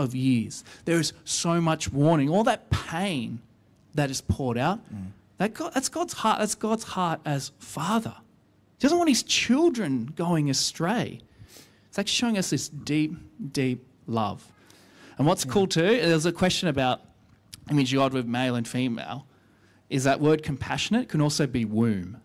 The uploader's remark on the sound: recorded live at our 10am Sunday Service